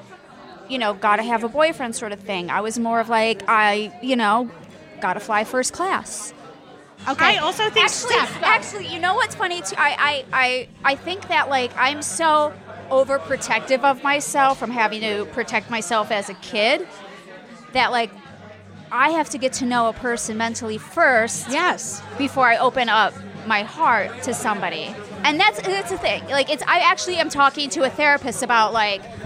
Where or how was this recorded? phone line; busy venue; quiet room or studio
busy venue